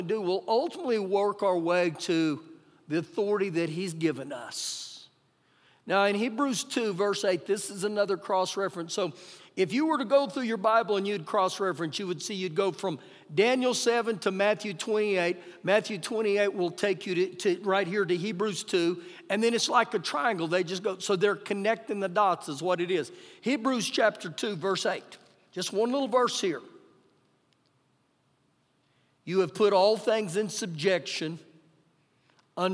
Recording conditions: large echoing room